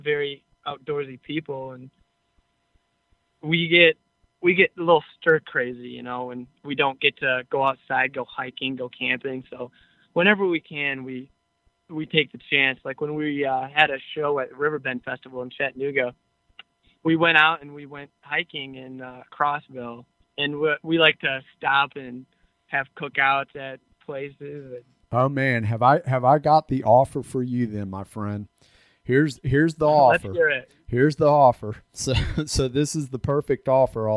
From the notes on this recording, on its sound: we jump on the phone for a fun and enlightening conversation